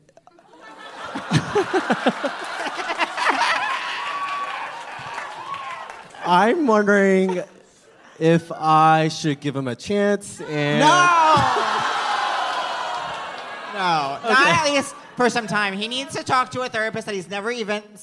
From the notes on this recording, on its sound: live on stage at The Bell House